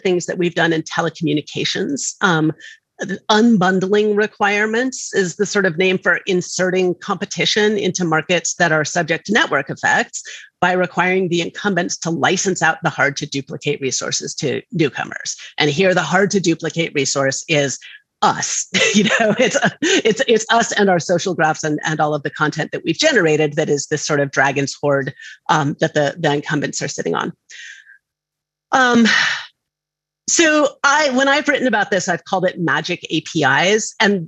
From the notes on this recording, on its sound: This episode shares a recorded talk from the 2021 Reimagine the Internet conference, a virtual conference co-hosted by the Knight First Amendment Institute at Columbia University and the soon-to-be-launched Initiative on Digital Public Infrastructure at the University of Massachusetts, Amherst.